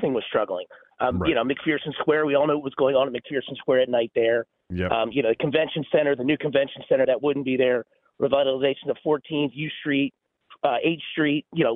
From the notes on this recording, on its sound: opens the phone lines up for the listeners